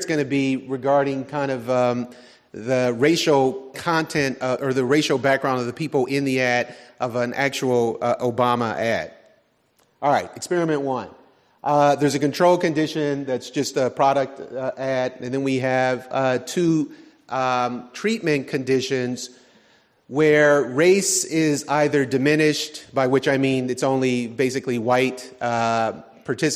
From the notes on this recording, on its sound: This program was recorded in front of a live audience on April 12th, 2019. Was hosted by the Charles and Louise Travers Department of Political Science at UC Berkeley in cooperation with The Commonwealth Club of California.